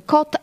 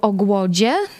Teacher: ci i dzi to są głoski środkowojęzykowe · Shown in: second take